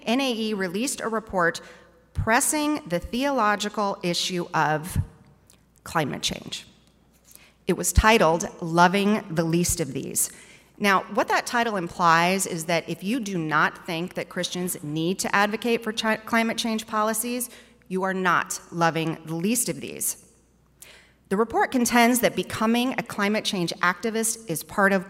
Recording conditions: live audience